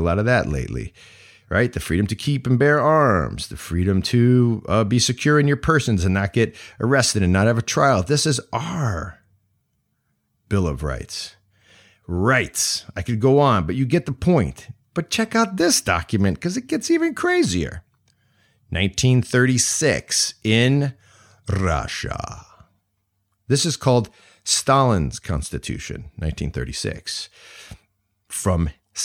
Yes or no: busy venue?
no